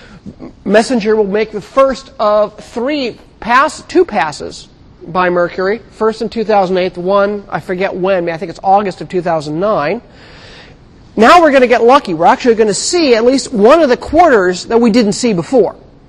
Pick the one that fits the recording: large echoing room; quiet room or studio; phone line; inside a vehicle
large echoing room